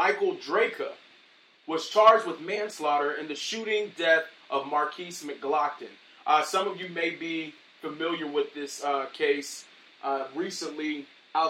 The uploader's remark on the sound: Rough Audio from our Live Sessions